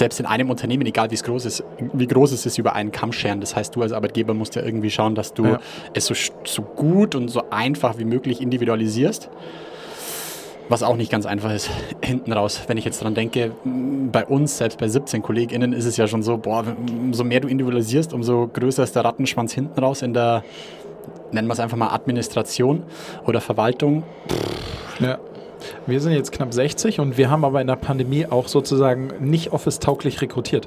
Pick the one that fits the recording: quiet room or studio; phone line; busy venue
busy venue